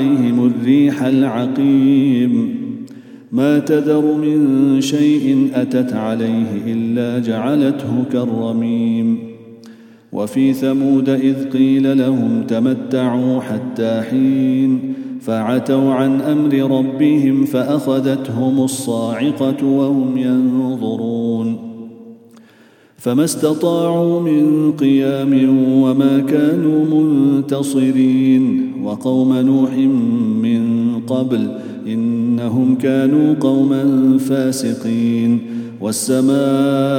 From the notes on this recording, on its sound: at the Houghton Masjid (West Street)